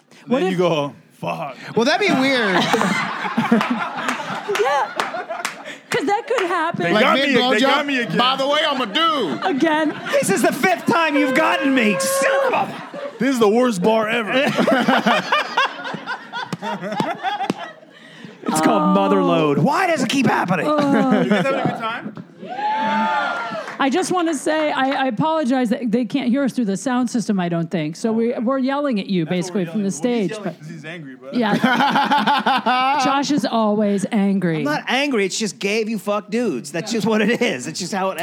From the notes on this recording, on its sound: LIVE FROM NOHO COMEDY FEST. We went live onstage in North Hollywood.